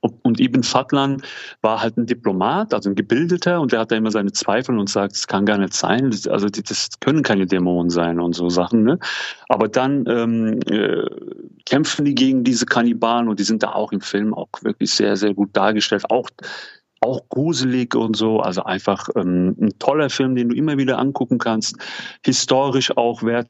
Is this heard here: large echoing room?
no